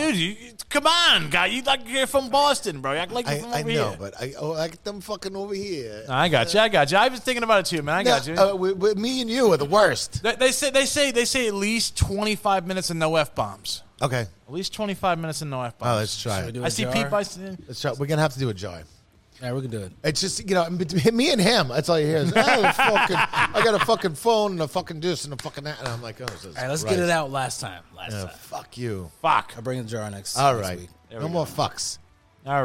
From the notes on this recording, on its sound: Todays live show is on Halloween 2023 at Lucky 13 Saloon.